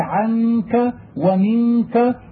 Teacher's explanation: فمخرج هذه النون من الخياشيم لا غير، لأنها مخفاة عند الكاف باقية غنتها ظاهرة · Term: النون الخفية